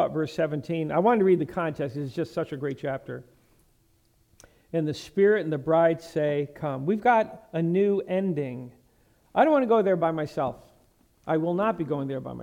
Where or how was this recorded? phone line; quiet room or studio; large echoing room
large echoing room